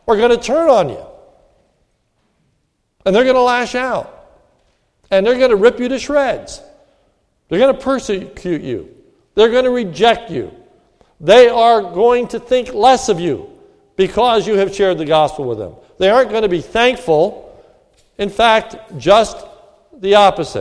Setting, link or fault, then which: setting, large echoing room